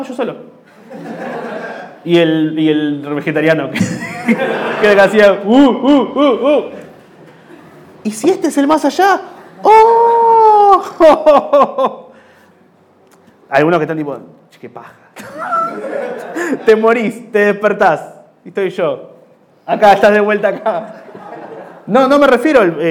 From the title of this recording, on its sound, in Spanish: En vivo en Bahía Blanca